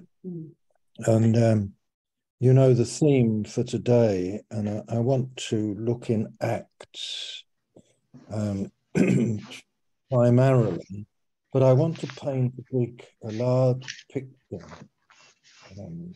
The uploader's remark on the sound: Malaysia Meets (Zoom)